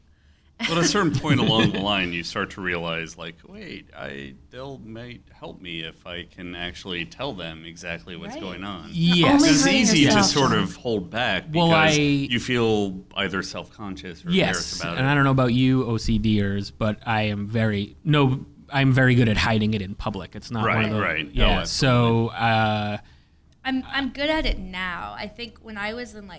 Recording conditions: busy venue